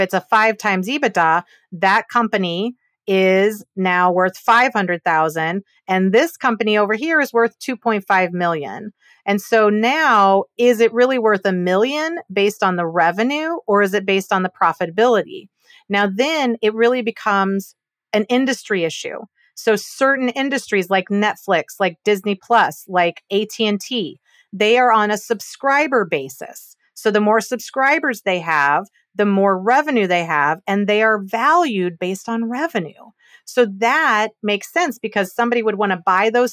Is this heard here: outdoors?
no